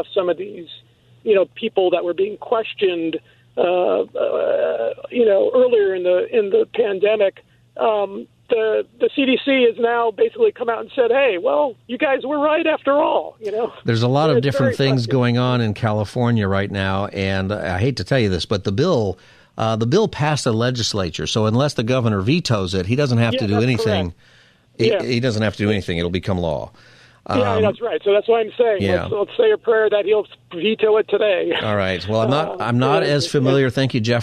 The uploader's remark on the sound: Open Phone Friday Continues